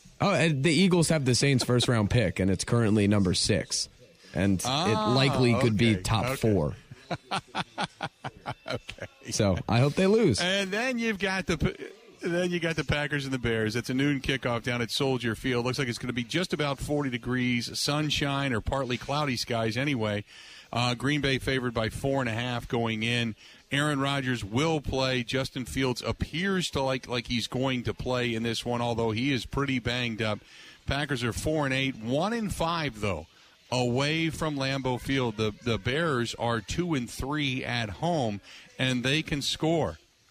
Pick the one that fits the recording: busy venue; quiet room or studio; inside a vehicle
busy venue